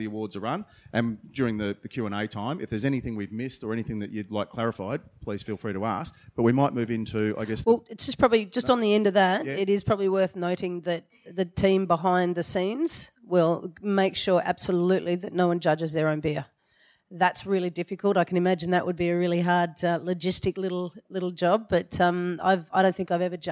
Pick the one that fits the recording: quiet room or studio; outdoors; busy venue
busy venue